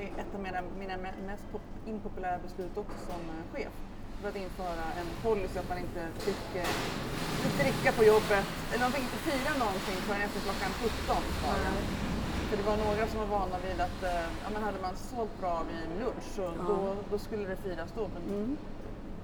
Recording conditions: background noise